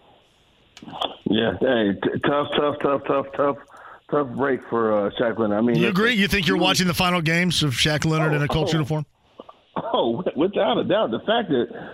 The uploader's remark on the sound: takes some phone calls from listeners of the show